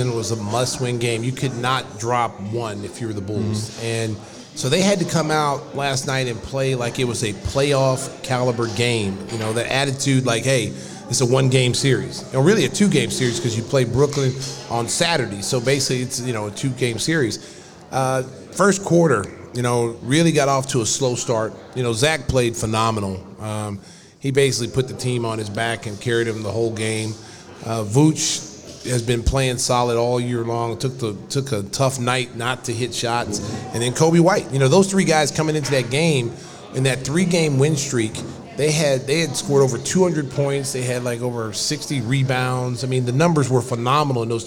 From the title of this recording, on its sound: Live From Salutos in Gurnee